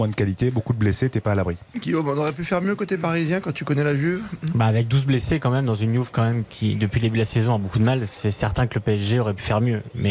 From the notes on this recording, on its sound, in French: en direct du Juventus Stadium